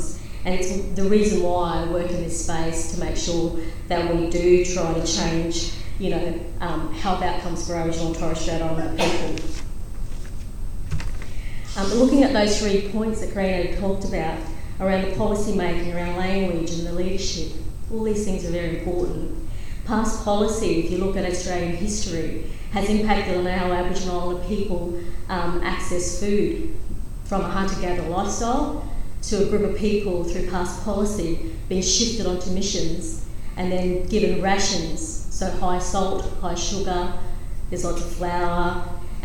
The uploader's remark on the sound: The keynote lecture in the Food Governance Conference hosted by Sydney Law School and the Charles Perkins Centre at the University of Sydney.